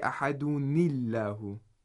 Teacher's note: The noon of our tanween, the noon sakina, gets a kasra.